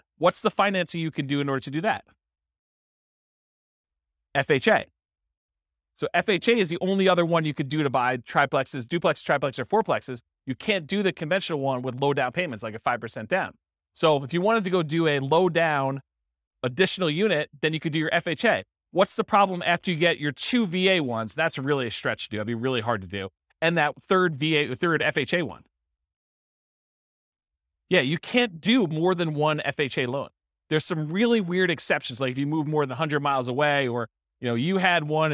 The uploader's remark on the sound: This was a live class recorded